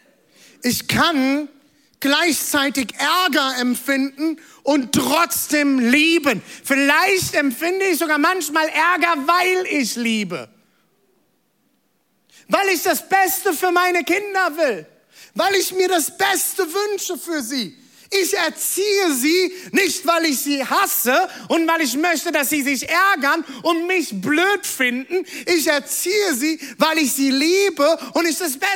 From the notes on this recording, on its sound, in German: Audiomitschnitt der Predigt